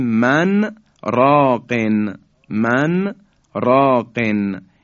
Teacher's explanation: این کلمه دیگه نون ساکن در را ادغام نمیشه استثناءن، میگیم من راقن، که بایستی یک سکتی رو در اونجا ما انجام بدیم، من راقن.